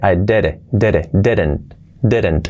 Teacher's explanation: Esa segunda D se hace como una R suave.